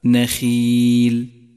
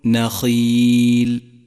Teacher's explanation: ثالثا، تأمل كسرة حرف الخاء من كلمة نخيل نخيل، وتذكر أنه حرف مفخم، ولكنه هنا مفخم بأدنى مراتب التفخيم لأنه مكسور · Shown in: first take · فلا تبالغ في تفخيمه عند قراءته، أي هكذا نخيل، ومن الخطأ أن تقول نخيل.